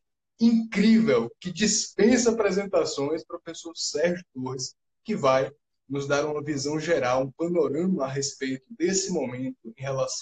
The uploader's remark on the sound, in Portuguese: Live no instagram